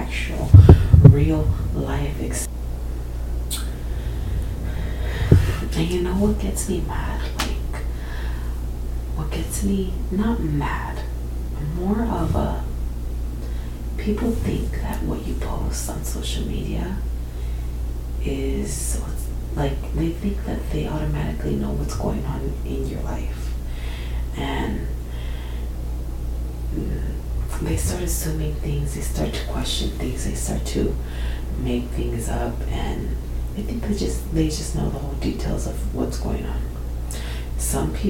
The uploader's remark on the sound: some static/background noise in this episode